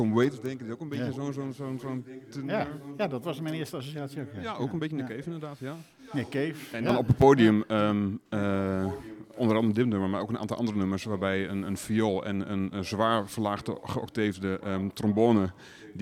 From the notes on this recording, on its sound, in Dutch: Een keer per jaar komt het radioprogramma “All That Jazzz” live vanuit Jazzpodium De Tor in Enschede met het Tor-Vinyl-Café. Vaste en minder vaste bezoekers van De Tor nemen hun eigen platen mee.